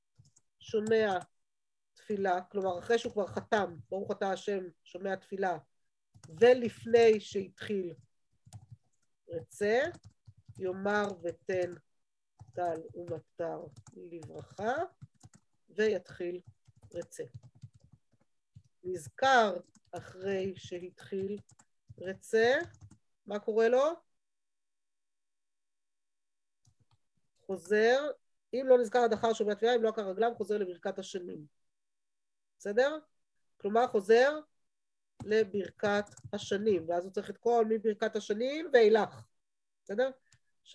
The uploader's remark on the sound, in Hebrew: שהועבר והוקלט בזום עם תלמידות מדרשת שחרי